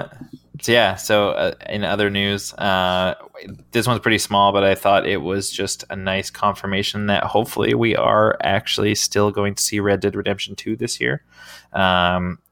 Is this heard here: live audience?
no